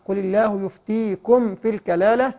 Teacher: يفتيكم في ميم ساكنه بعدها فاء فهنا اظهار شفوي